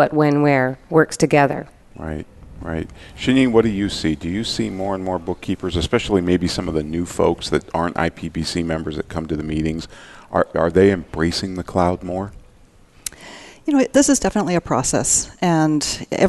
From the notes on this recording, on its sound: At the 2016 IPBC Ignite Confrence. Live Broadcast at the The IPBC IGNITE Conference.